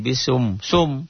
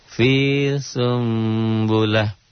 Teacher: Bunyi N-nya berubah menjadi M, disertai samar sedikit. · Term: iklab